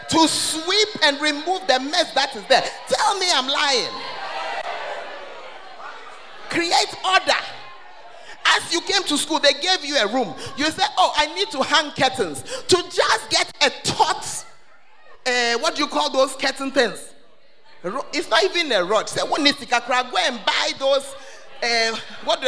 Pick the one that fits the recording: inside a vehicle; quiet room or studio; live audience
live audience